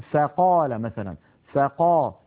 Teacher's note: وهي حرف رخو، يعني صوتها قابل للتطويل لأنها من الحروف الرخوة. والفاء ليست من الحروف المستعلية بل هي مستفلة، فلا تفخم أبدا. لا نقول فا بل نقول فا، العرب لا تقول فا بل يرققون يقولون فقال مثلا فقا، لابد من ترقيق صوت الفاء.